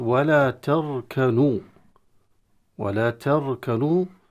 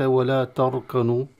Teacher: ولا تركنوا بترقيق التاء، وليس ولا تركنوا بتفخيم التاء حتى تتحول إلى الطاء بسبب الراء المفخمة التي بعدها